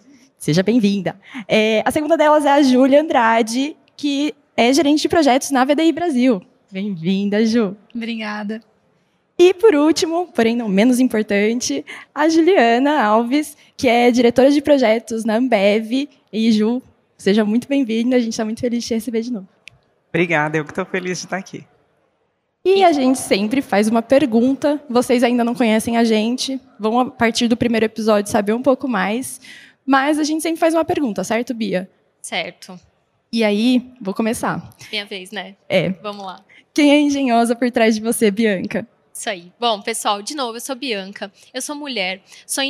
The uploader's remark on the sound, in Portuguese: realizado ao vivo no Siemens Innovation Forum 2022